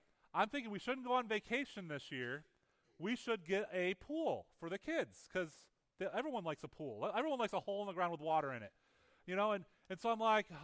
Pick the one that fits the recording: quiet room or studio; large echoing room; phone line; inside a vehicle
large echoing room